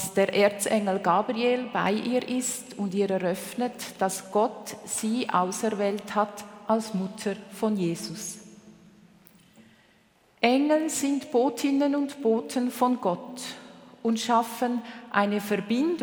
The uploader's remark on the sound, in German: Den römisch-katholischen Gottesdienst überträgt SRF live aus der Kirche St. Oswald in Zug.